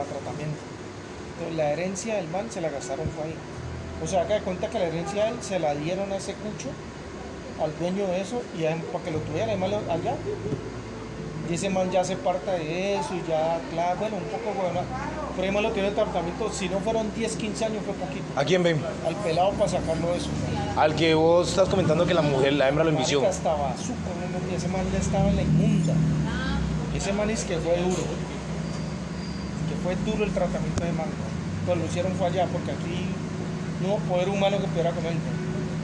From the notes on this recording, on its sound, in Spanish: perdonará por el ruido